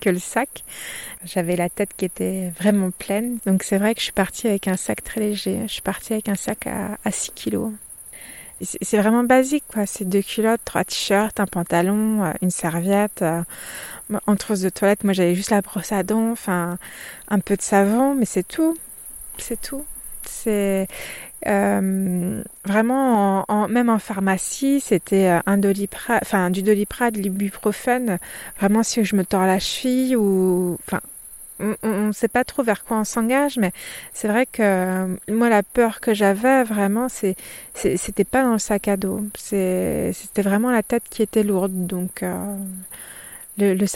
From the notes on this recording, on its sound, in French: Au moment de cet enregistrement, il fait nuit noire au pied du château d'Estaing. Pour brancher mon micro.